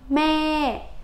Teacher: mình kéo dài tại vì tiếng thái nó sẽ có âm dài và âm ngắn